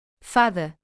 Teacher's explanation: The vowel A can be pronounced as an open A, represented by the IPA symbol A, as in the word fada, meaning fairy. This sound is similar to the A in the English word father.